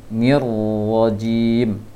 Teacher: Ini lantaran karena bibirnya dimonyongkan ketika mengucapkan ro-nya. Seharusnya nir rajim, nir bulat, bukan monyong.